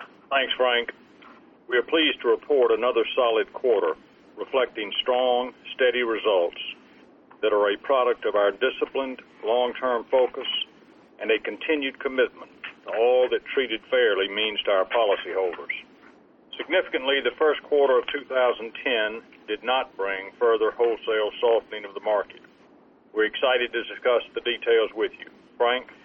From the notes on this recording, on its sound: ProAssurance Earnings Conference Call